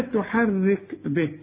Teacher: هنا مفخمة، لا تحرك به. الكاف هنا من حروف الايه الهمس، تهمس بيها شوية يطلع شوية هوا خفيف كده علشان الكاف